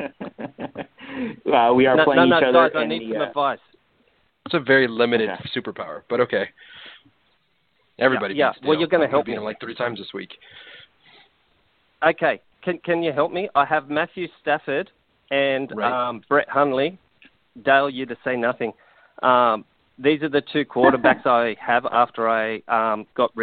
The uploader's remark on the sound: go live and take calls most of the show